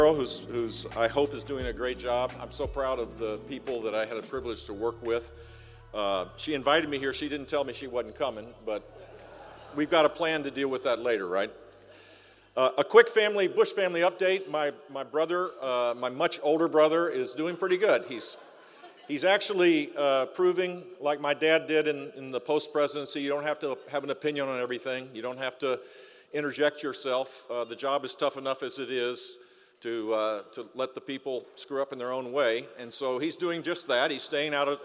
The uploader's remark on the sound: Recorded live at the Greater Fort Lauderdale Alliance, Mid-Year Meeting. Seminole Hard Rock Hotel & Casino, Hollywood, FL.